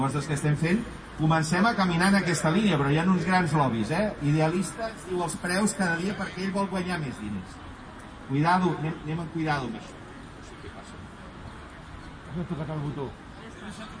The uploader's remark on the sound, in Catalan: Xerrada al Mercat de Pagès del dissabte 5/12/2020